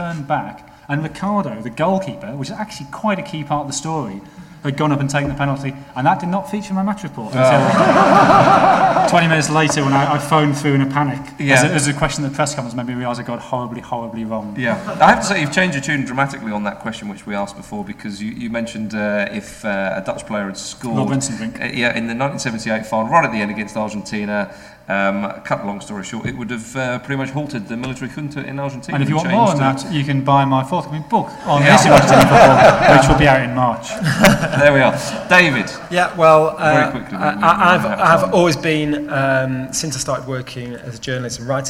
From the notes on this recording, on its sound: Recorded live at the National Football Museum as part of the Manchester Football Writing Festival, on the evening of 1st September. As ever with our live events we do the best we can with the sound quality at our disposal, what with roving mikes, the odd bit of feedback, guaranteed big laughs.